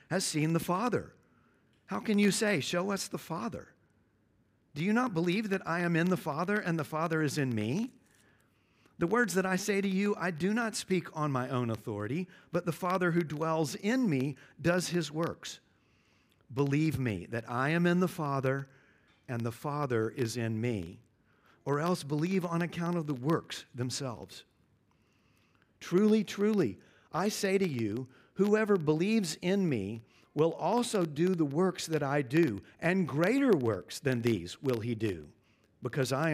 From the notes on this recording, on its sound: at Covenant Hope Church in Dubai, UAE